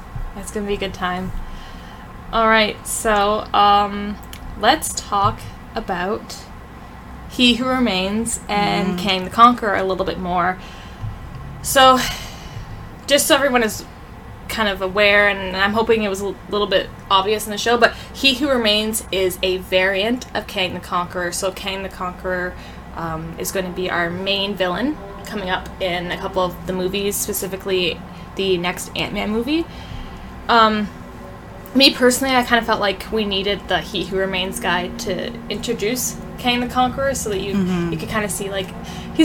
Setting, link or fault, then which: fault, background noise